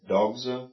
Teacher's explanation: it seemed like that you were getting kind of a throaty G sound